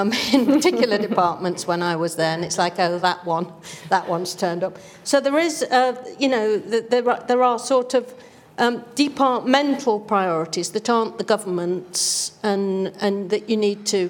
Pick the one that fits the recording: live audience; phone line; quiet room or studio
live audience